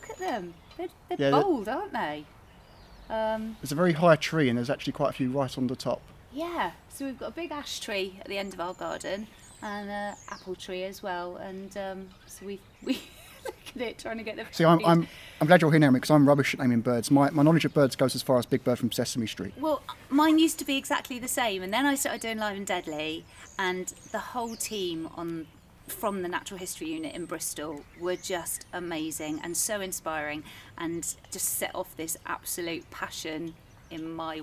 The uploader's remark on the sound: I headed outdoors for a natter